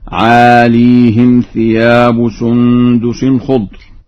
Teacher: قرأ ورش لفظ عاليهم بإسكان الياء، ويلزم من هذا الإسكان كسر الهاء هكذا: عاليهم ثياب سندس خضر.